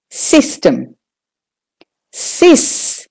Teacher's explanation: So the sis is louder and longer. System. And then you just do the T-E-M, short and quick.